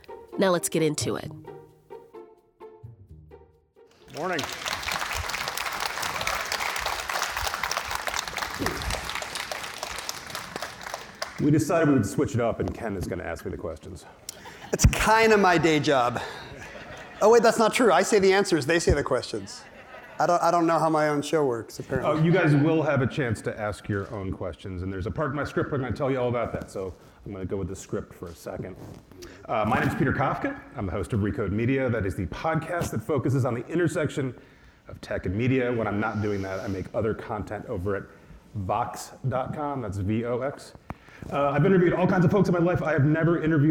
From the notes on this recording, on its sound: from the 2023 Crosscut Ideas Festival